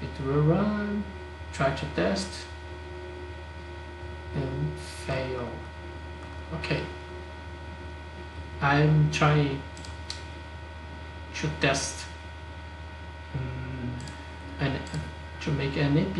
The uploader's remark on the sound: The audio is messing because I think is a little bad surface contact with my plug.